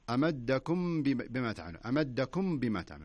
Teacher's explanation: هو يخفي هو لكن بدون غنة